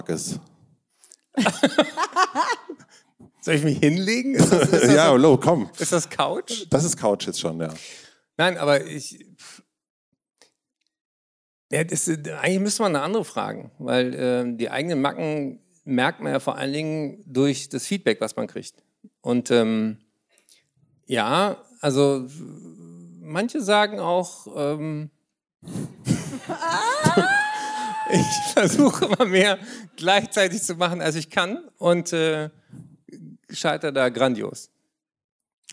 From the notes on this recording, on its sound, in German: Wir sprechen Live vor Publikum im Kölner Gloria über Verantwortung, Glück, Glaube und Illusionen.